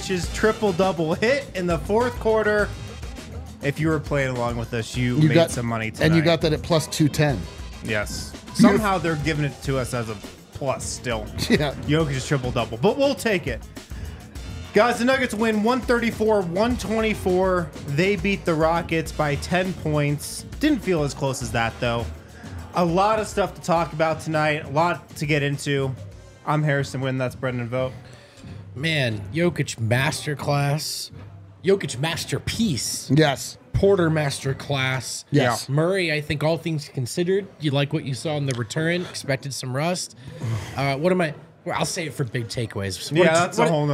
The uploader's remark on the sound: come to you LIVE from the DNVR bar